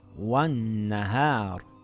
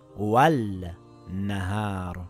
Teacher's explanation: We know now it's a sun letter. So the lam becomes silent and we read it as wan nahar and not wal nahar. · Shown in: first take